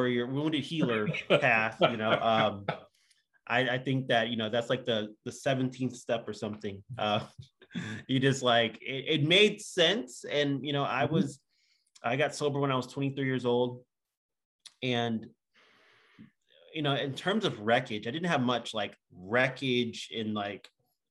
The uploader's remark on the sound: From Raleigh, NC & Austin, TX on Zoom.